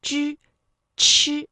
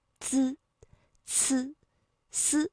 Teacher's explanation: 我们在读翘舌音的时候，舌尖是需要顶住这个硬腭的前部，比如说像之、吃，而如果是滋呢，舌尖抵的是上齿背的位置